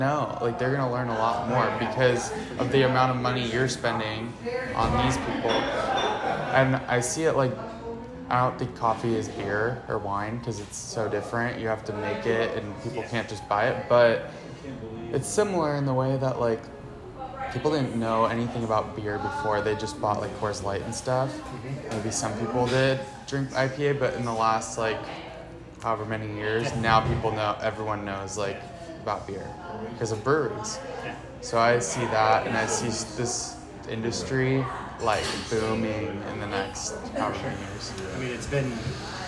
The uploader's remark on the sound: At each coffee shop I visited, I interviewed a barista, owner, or manager. I always recorded the conversation on my voice memos app through my iPhone.